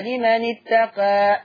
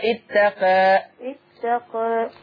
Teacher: الإمالة الصغرى إلى الفتح أقرب · Term: إمالة صغرى